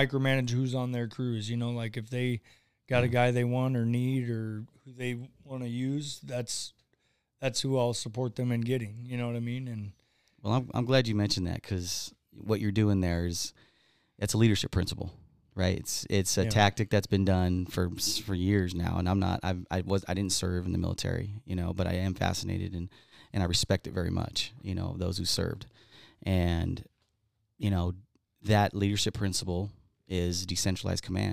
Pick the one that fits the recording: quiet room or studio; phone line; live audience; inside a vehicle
quiet room or studio